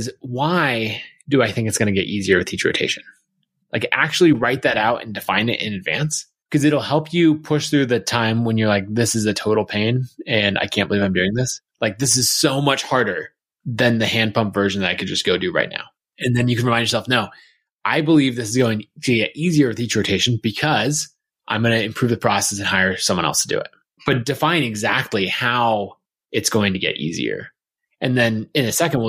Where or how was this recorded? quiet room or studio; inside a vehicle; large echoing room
quiet room or studio